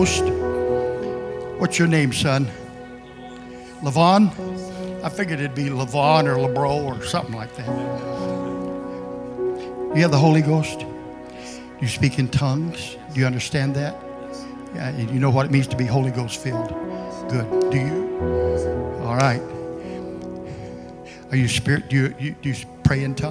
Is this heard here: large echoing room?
yes